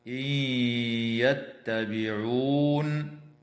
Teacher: النون الساكنة في قوله تعالى إن يتبعون حكمها الإدغام في الياء مع الغنة بمقدار حركتين